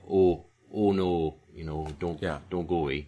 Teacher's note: So that, let's talk about a little bit other things about variety of American O, because I think the other one is this pure vowel or this monophthongal O, which, of course, I think is pretty commonly understood as being a Minnesota sound